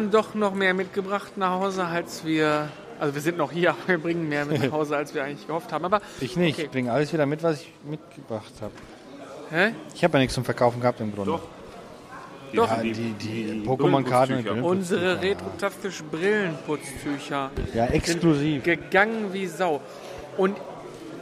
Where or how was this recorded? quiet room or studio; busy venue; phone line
busy venue